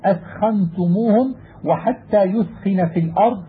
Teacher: وإذا وقعت التاء ساكنة قبل الخاء وجب بيانها لضعفها وقوة الخاء بعدها